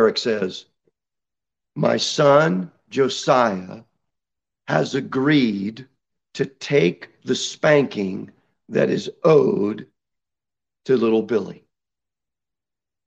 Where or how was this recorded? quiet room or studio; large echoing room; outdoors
large echoing room